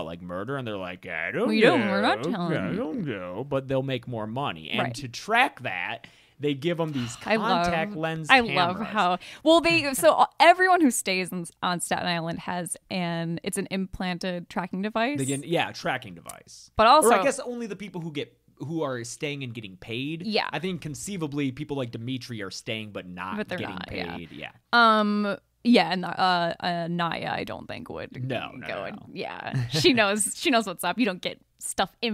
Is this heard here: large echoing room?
no